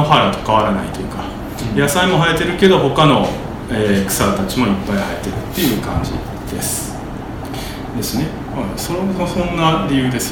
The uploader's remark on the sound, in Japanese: 8/4に開催した『微花』×『つち式』のトークイベント（恵文社一乗寺店）の音声。